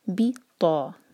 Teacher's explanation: کو دیکھتے ہیں، بی آواز نکالیں گے، بے نہیں، بی تا، تا ہیوی لیٹر ہے، زبان کا پورا جو فرنٹ ہے وہ یوز کریں گے، ٹپ نہیں، ٹپ سے تا نکلتا ہے، یہ ہے تا، منہ بھر